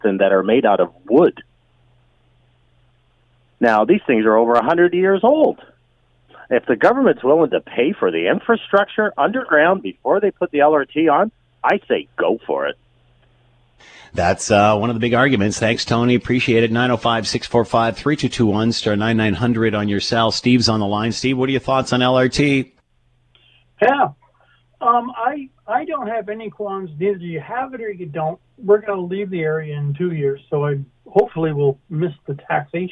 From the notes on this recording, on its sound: Opened the phone lines to find out what the people of Hamilton had to say about the LRT news.